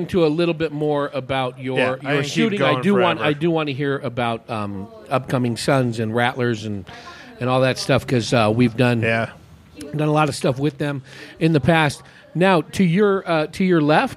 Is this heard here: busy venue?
yes